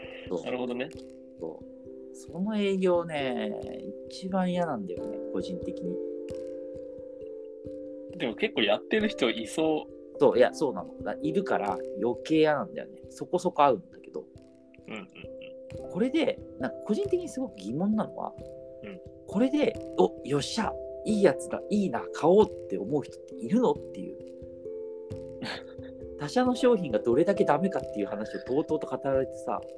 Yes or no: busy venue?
no